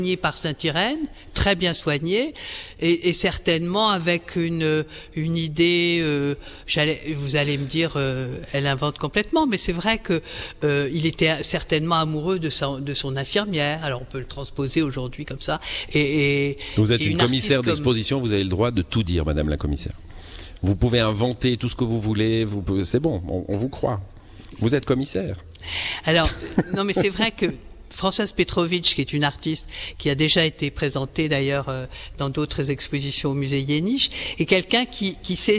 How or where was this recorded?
busy venue